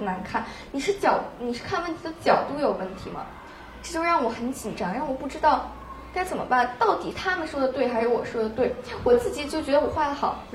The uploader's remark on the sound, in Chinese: 是她在抓马中心的东广场的一次分享录音。